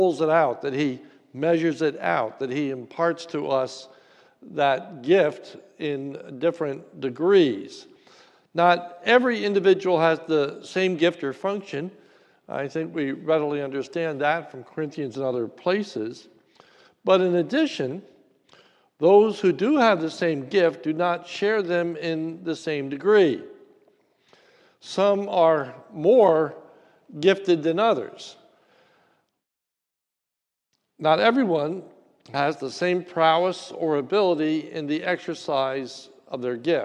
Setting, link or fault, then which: setting, large echoing room